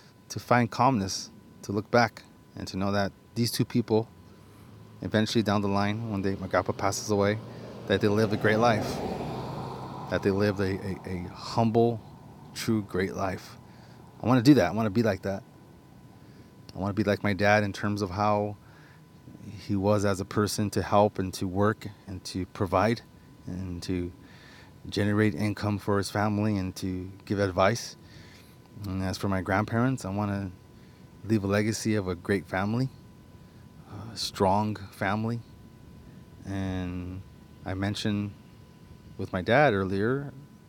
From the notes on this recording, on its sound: On this episode I record at two cemeteries. It was a nice relaxing recording.